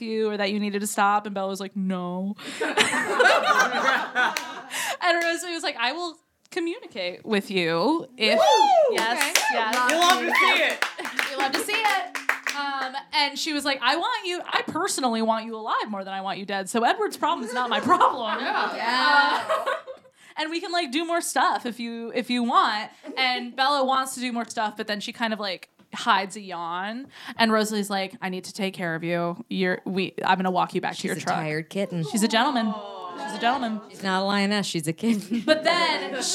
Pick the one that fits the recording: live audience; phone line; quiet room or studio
live audience